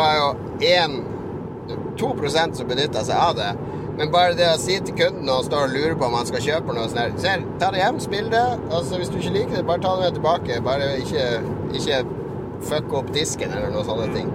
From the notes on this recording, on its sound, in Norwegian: Lyden er ikke av studiokvalitet siden opptaket skjedde i en bil.